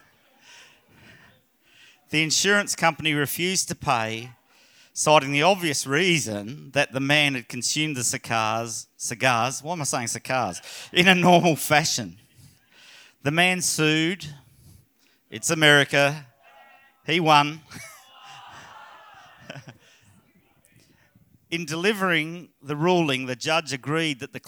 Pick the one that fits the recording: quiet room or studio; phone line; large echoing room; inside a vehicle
large echoing room